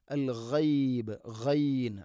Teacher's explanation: غين തൊണ്ടയുടെ മുകൾ ഭാഗമാണ്